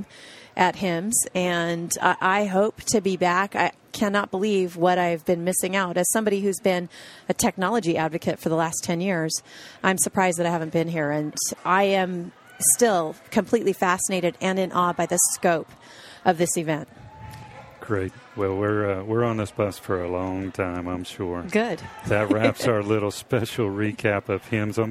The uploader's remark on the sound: The episodes were broadcast live in CTGHS’s booth at the The HIMSS15 Annual Conference and Exhibition. The interviews were recorded and will be published on a regular basis on intrepidNow Healthcare.